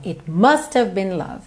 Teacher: A palavra tônica dessa frase é o must.